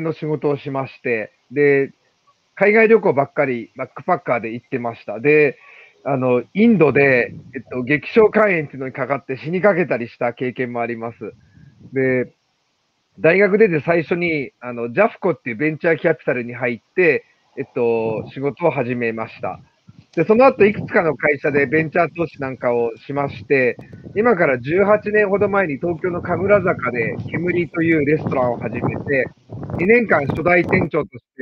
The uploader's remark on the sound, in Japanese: 歩きながら1時間、対談する